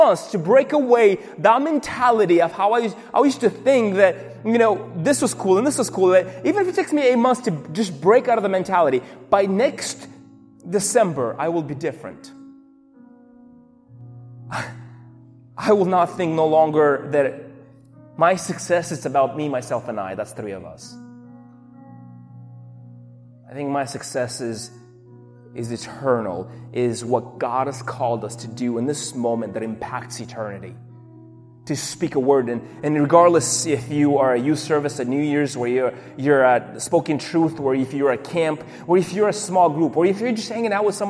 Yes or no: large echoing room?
yes